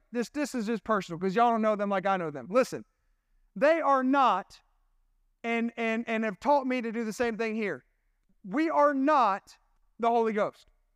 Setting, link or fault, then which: setting, large echoing room